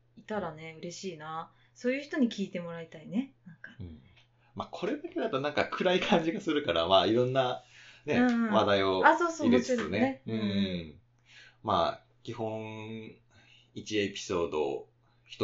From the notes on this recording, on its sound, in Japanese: ポットキャストを始めるにあたり始めて収録しました。初収録にあたりお聴きづらいと思います。